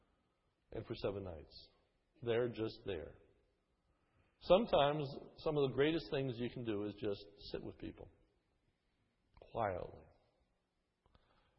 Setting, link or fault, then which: setting, large echoing room